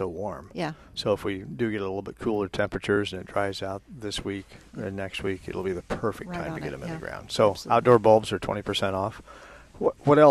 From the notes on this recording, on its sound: Plant Experts Live at Prairie Gardens 10-30-21.